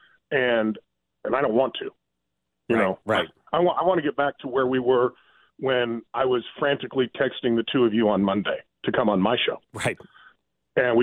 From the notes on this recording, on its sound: Taking fans phone calls